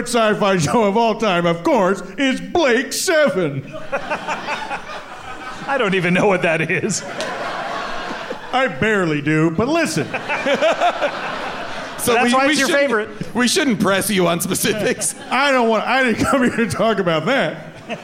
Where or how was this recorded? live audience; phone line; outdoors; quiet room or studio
live audience